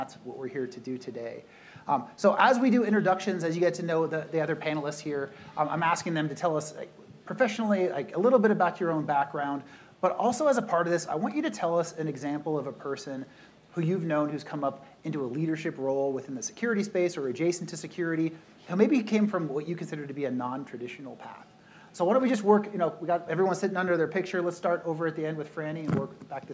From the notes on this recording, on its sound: SecureWorld Closing Keynote. Participated in the closing keynote at SecureWorld Denver. This panel was recorded and is being shared here.